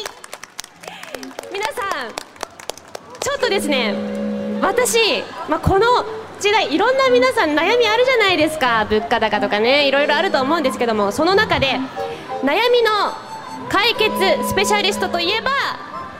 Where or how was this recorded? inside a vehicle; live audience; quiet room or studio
live audience